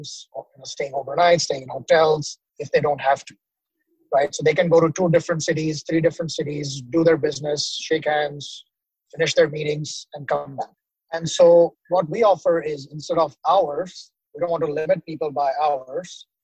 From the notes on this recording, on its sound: despite some technical difficulties, we recorded it on mobile during a car trip